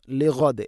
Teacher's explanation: ഖദ്ദമത് ലിഗദ്, ലിഗദ് എന്ന് വഖഫ് ചെയ്യുമ്പോൾ ദാലിനെ ശരിക്കും കേൾക്കുന്ന രൂപത്തിൽ ഖൽഖല ചെയ്യണം. ലിഗദ്, ലിഅദ് അല്ല, ഗൈനാണ്.